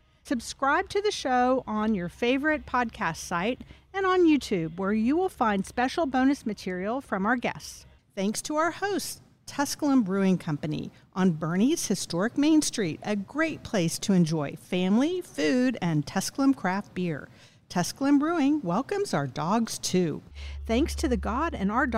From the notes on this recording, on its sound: Recorded at Tusculum Brewing Company